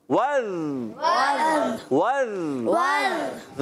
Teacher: ذال بغیر سٹی والا، یعنی دانت آپ کی زبان کا سرا اوپر اٹھ کر اوپر والے دانتوں کے کناروں سے لگیں گے